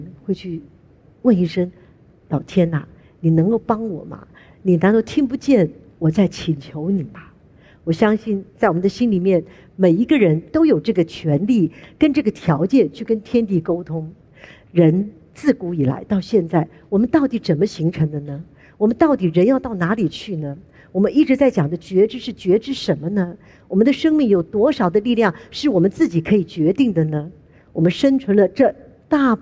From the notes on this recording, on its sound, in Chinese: 本集節目取自【2023突破者知識跨年饗宴】現場錄音